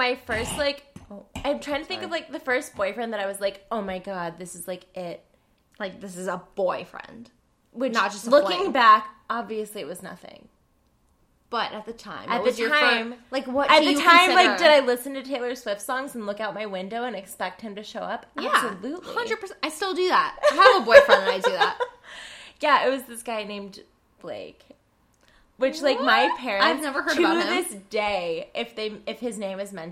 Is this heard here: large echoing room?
no